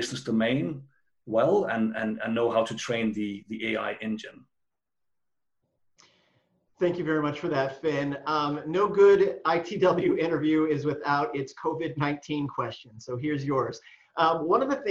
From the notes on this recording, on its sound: Live from Virtual ITW 2020.